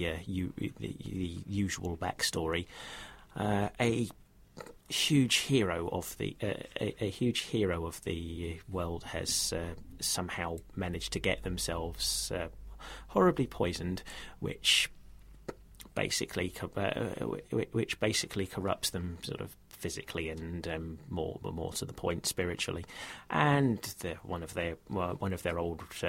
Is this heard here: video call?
no